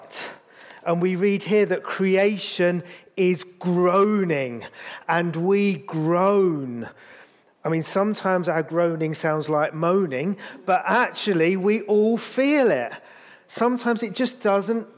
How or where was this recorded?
large echoing room